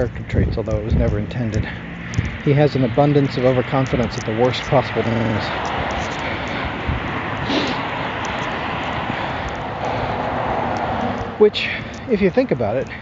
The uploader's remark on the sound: my first time recording the walk.